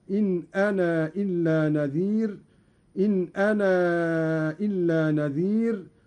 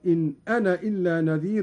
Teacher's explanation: قرأ قالون بإثبات الألف وصلا ووقفا، بالخلاف في الوصل عند المد، فيصير عنده وصلا مدا منفصلا · Shown in: first take · هكذا: إن أنا إلا نذير، إن أنا إلا نذير، وله الحذف أيضا: إن أنا إلا نذير كحفص.